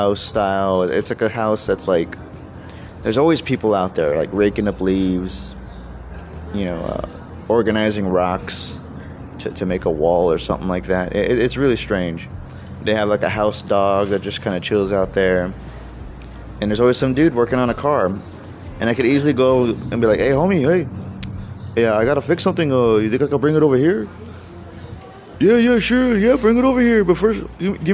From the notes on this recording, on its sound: I chat on the outside patio